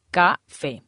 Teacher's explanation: Termina en vocal, en la vocal E, se acentúa en la E.